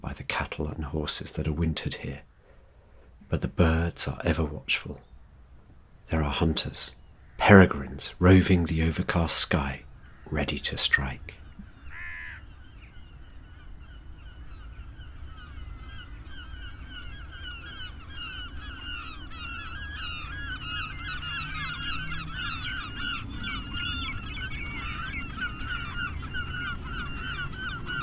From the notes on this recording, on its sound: A morning of gulls and rooks on the Somerset Coast. Where the Somerset Levels meet the sea, broad, marshy pastures and forgotten fields host gulls, rooks, crows and egrets, foraging for food stirred up cattle and horses wintering here.